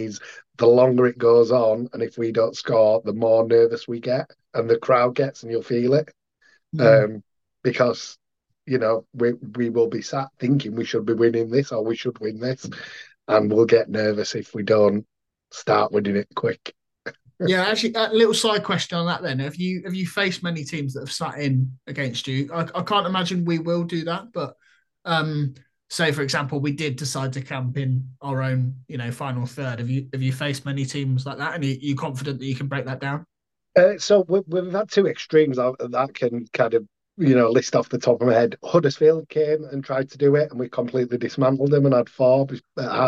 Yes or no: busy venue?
no